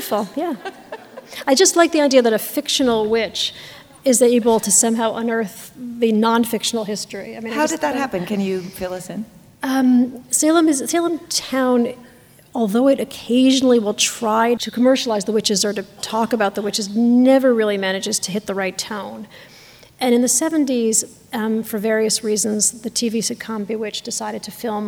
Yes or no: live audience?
yes